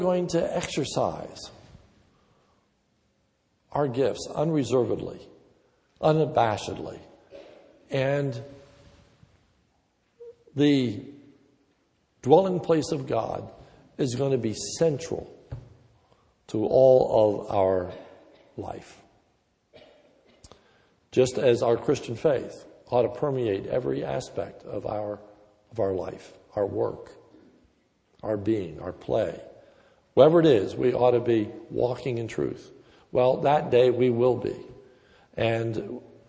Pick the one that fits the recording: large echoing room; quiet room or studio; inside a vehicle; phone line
large echoing room